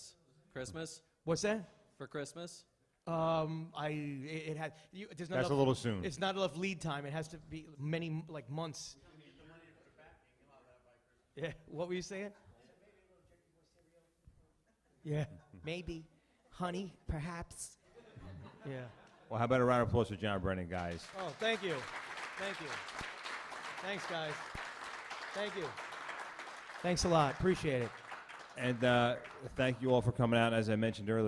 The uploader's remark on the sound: Live Q&A from Gotham Comedy Club